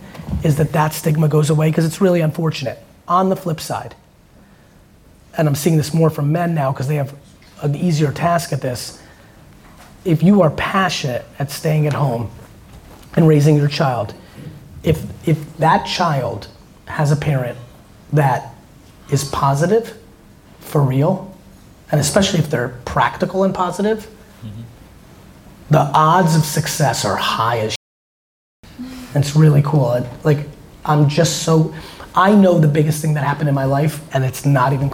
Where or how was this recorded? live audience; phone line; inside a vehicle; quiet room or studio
live audience